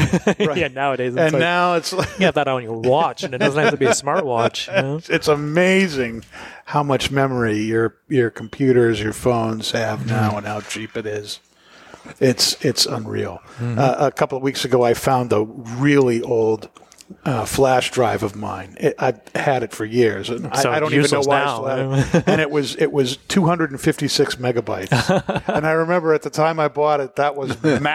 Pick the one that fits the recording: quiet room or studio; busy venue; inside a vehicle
busy venue